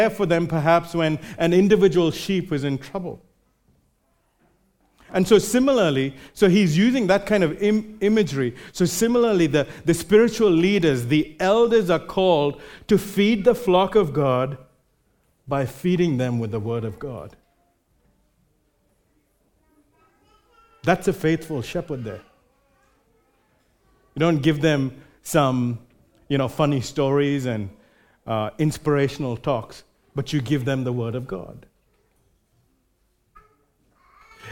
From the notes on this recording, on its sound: Recorded live at Grace Community Bible Church.